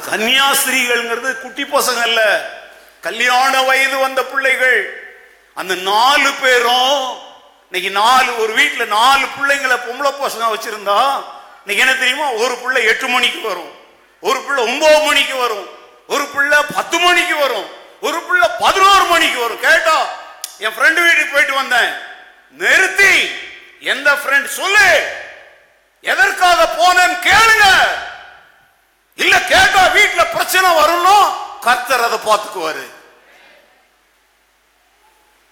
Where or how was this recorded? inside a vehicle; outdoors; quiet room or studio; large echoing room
large echoing room